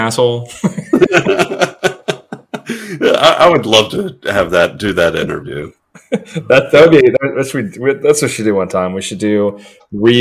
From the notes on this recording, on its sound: Sorry about the audio quality in this episode.